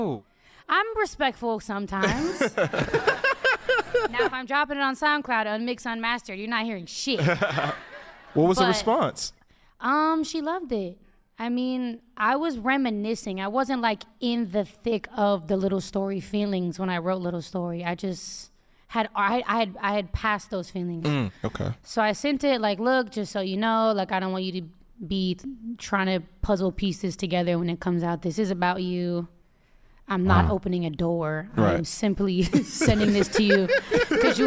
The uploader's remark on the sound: In front of a LIVE audience.